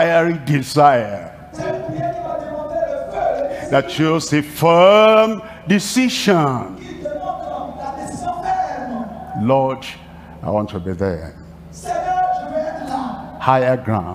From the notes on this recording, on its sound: live from Lomé, Togo